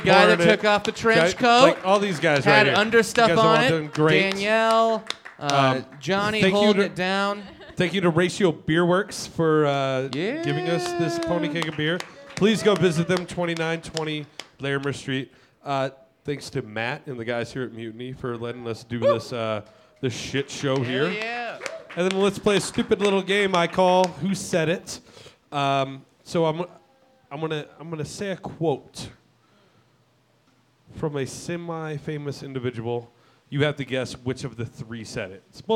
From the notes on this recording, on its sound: Recorded in front of a "studio" audience at Mutiny Information Cafe in Denver! Features an intimate acoustic set.